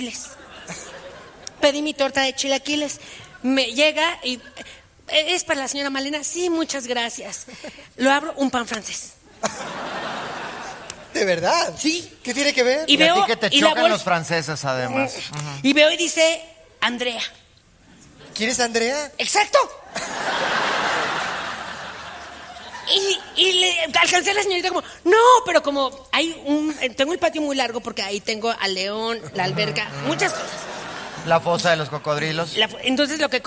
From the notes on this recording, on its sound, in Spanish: LAS MAMÁS MEXICANAS EN VIVO. En un en vivo grabado de locura.